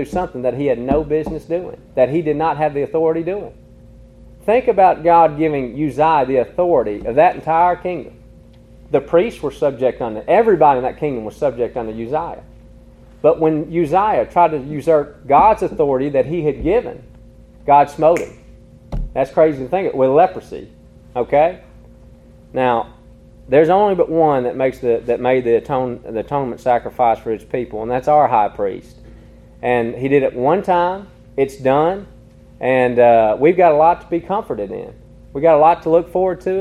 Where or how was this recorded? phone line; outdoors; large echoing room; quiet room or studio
large echoing room